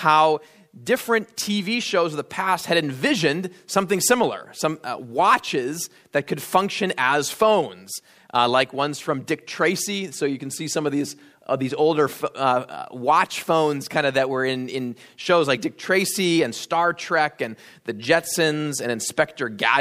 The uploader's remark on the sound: at Immanuel Lutheran Church in Pasadena, CA